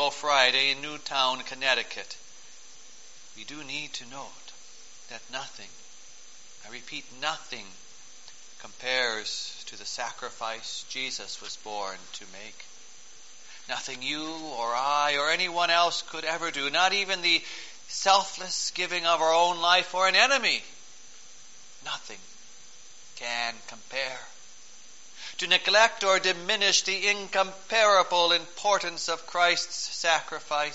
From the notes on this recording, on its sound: Preached on December 23, 2012, for the Fourth Sunday of Advent, at St. John's Ev.